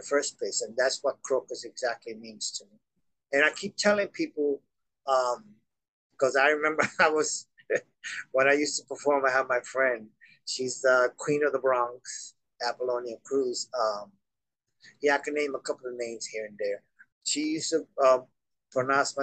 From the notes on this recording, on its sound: Glamorous disco lights, ornately fun decorations and cocktail lounge furniture gives his apartment a festive, playful atmosphere. An atmosphere that made our zoom interview delightfully enchanting.